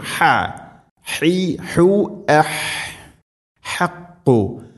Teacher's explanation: ح തൊണ്ടയുടെ മധ്യഭാഗമാണ് മഖ്റജ്.